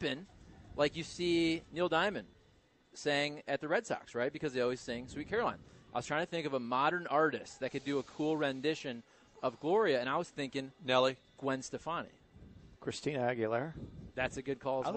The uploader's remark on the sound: Broadcasting live from the Schnucks off St. Charles Rock Rd.